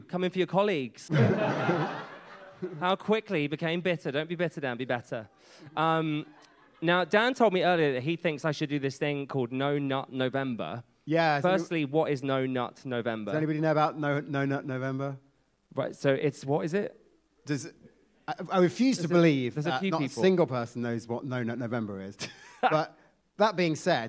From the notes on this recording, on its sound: recorded live at Cheerful Earful Festival in November